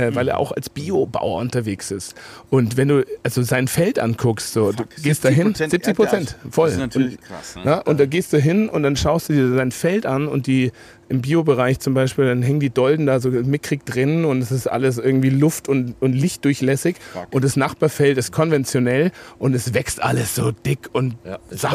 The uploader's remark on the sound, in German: Dieser Podcast wurde draußen aufgenommen und selbstverständlich kommt es zu dem ein oder anderen Nebengeräusch, aber alles vertretbar.